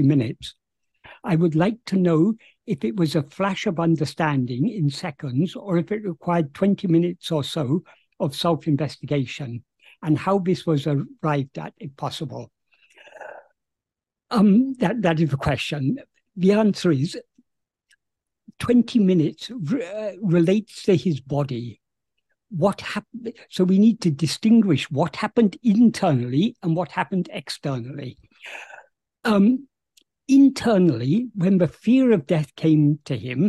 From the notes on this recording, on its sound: In a Zoom meeting with the Ramana Maharshi Foundation UK on 11th November 2023